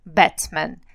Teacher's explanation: Вот этот звук «э» очень часто все русскоговорящие заменяют на звук «а». Это неправильно.